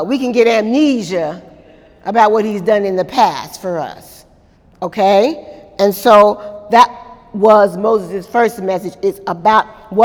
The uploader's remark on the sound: During Wednesday night service on May 2, 2018